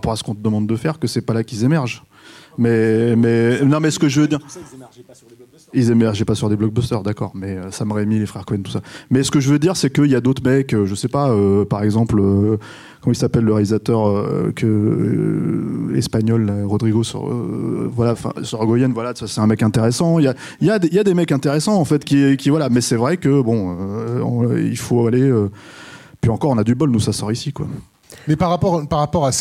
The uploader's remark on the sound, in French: Ce second épisode de CAPTURE LIVE a été enregistré au Club de l'étoile, lors de la Séance Capture Mag consacrée au film MORT OU VIF de Sam Raimi. Répondent aux questions des auditeurs et des personnes présentes à la séance.